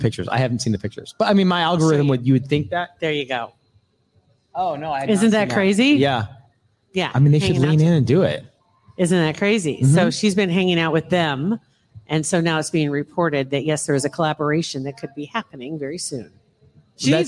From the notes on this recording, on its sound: Another fun LIVE podcast recording at Hurrdat Sports Bar !